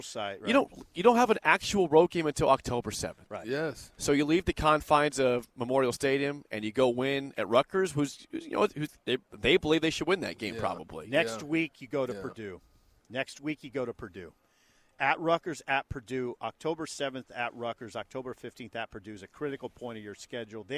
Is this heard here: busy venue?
yes